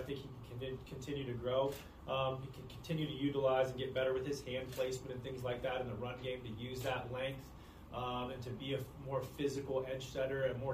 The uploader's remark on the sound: spoke to the media in the team's Post Day 1 NFL Draft Press Conference